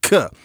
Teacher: You have a velar stop, k. Now, it's going further back into the mouth, so from the p to the t to the k.